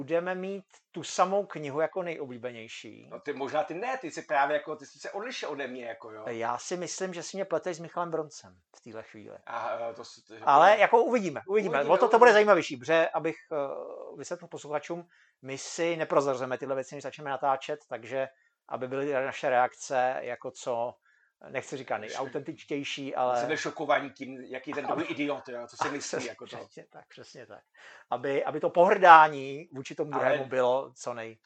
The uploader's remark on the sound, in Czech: Omlouváme se za slabší kvalitu zvuku.